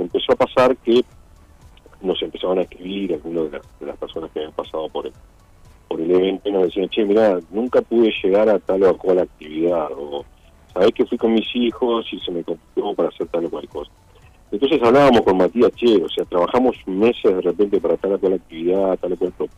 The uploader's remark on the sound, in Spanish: En la charla telefónica